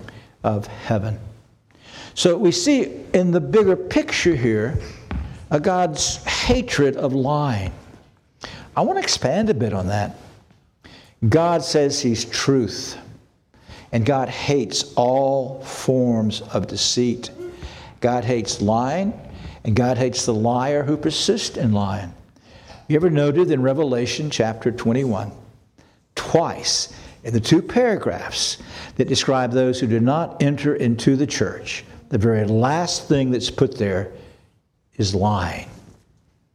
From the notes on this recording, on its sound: This sermon was preached on October 15, 2023 at Antioch Presbyterian Church. At Antioch Presbyterian Church, a mission work of Calvary Presbytery of the Presbyterian Church in America located in Woodruff, South Carolina.